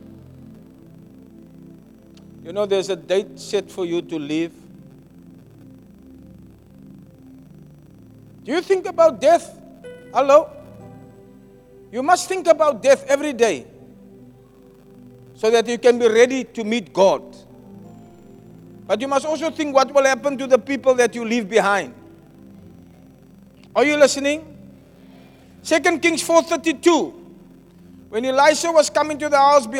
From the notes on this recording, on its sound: Preached at Zion Sanctuary, Cape Town on the 13 August 2023